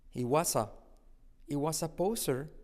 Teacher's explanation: Mira cómo me como la H. No digo he, sino puedo decir i.